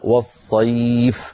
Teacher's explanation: رحلة الشتاء والصيف، فلما وقفنا والصيف سكنت الفاء التي كانت مكسورة، فالياء التي قبلها وهي ياء لينية لأنها ساكنة وقبلها مفتوح، تمد إما حركتين أو 4 أو 6 · Term: مد اللين